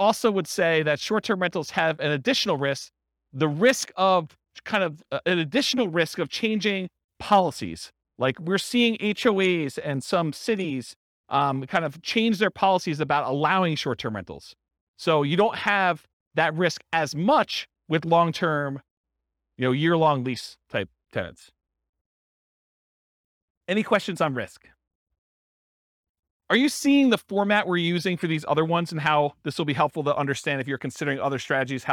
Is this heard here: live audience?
yes